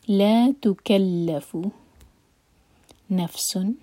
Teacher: فا پر بھی پھوک کی آواز آنی چاہیے. نفس، سن پر اظہار، دمہ کی تنوین اس طرح ہے کہ یہ پہچان ہے کہ یہاں پر ہمیں اظہار کرنا ہے، اور آگے حروف حلقی آ رہا ہے.